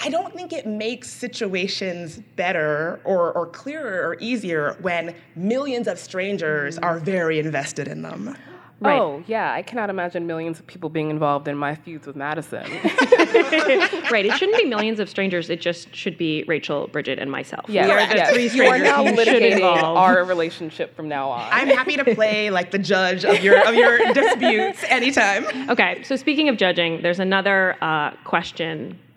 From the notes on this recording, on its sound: ICYMI went to Austin this week and recorded a live show at South by Southwest.